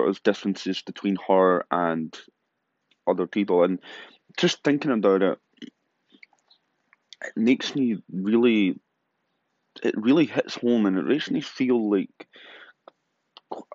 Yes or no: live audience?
no